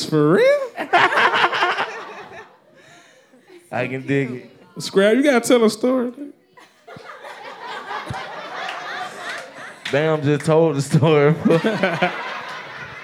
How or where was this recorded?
live audience